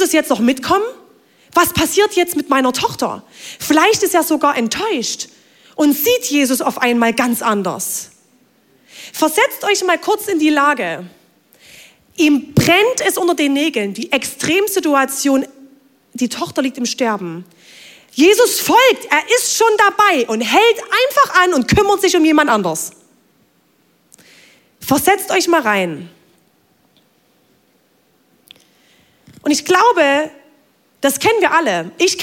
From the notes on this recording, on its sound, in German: Audiomitschnitt der Predigt